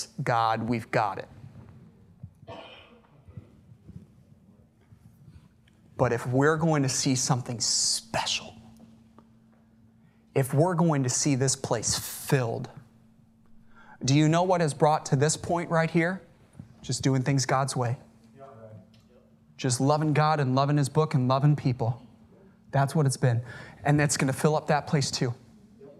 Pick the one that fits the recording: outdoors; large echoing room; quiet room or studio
large echoing room